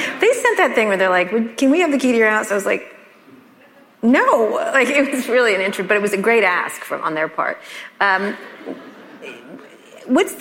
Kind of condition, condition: setting, live audience